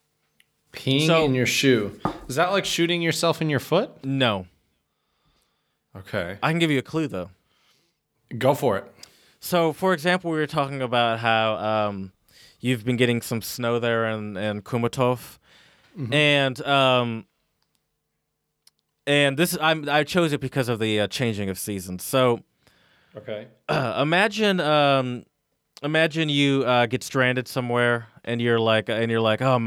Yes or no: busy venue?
no